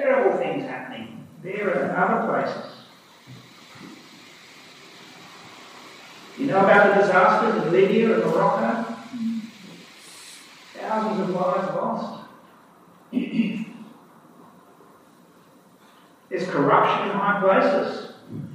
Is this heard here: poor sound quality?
yes